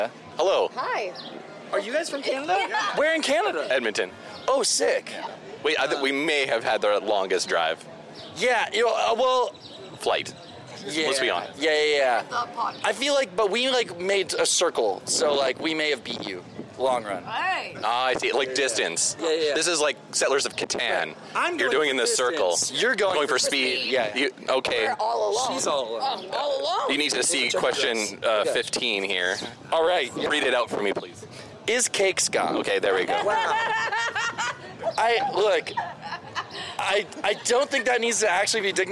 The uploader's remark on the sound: LIVE FROM SPI FEST 2023. Please forgive some of the live audio...